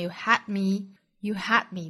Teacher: had 尾部的 d 我们做 glottalstop，我们做喉塞音处理啊。You had me 在喉咙的位置顿掉这个音。